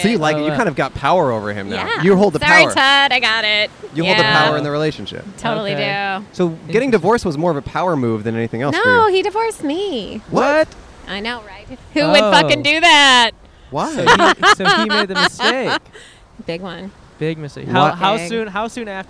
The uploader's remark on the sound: Recorded at the beach in Manhattan Beach, CA.